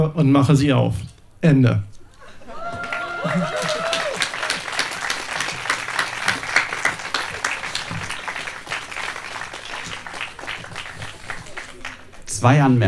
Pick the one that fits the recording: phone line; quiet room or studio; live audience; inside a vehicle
live audience